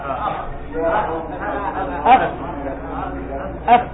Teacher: تحديد المخرج هو أطراف الثنايا العليا مع بطن الشفة السفلى · Term: الفاء